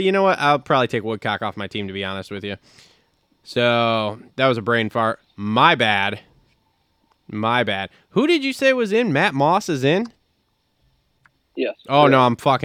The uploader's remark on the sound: get on the phone